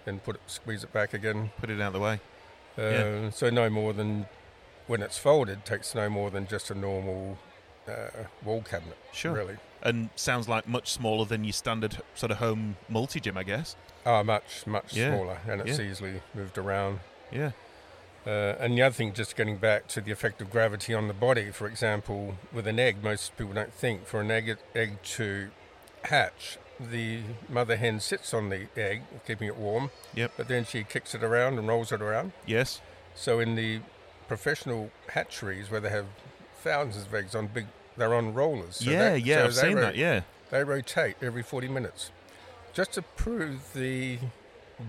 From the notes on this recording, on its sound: This is the first ever episode of the Spine Dynamex podcast recorded at the Royal Adelaide Show in 2022.